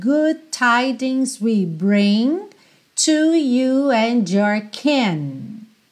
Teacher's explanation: Logo aqui no começo, a gente tem essas duas primeiras palavras ligadinhas. Good termina com D, tidings. Começa com T, a gente junta good tidings